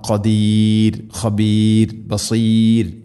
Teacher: അവിടെയൊക്കെ അധികവും തർഖീഖ് അഥവാ റായിനെ നേർപ്പിക്കണം. ഖദീർ, ഖബീർ, ബസീർ ഇതെല്ലാം ഇവിടെയും ഖദീർ എന്നാണ് പറയേണ്ടത്.